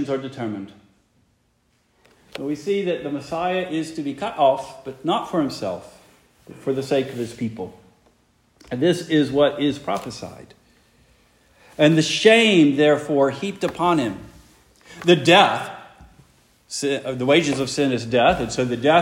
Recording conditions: large echoing room